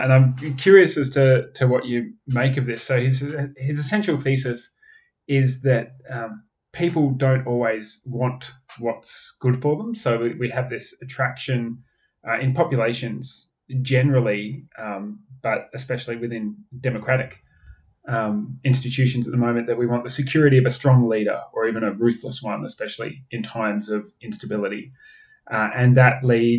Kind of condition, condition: fault, poor sound quality